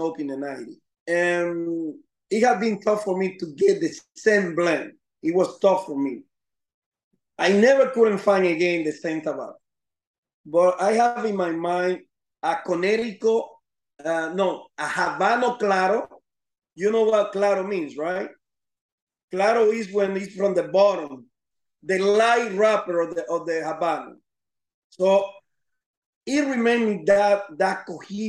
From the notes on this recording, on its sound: This is recorded from a video conference call, so the audio quality is not up to our usual H6 and Shure SM7B standard.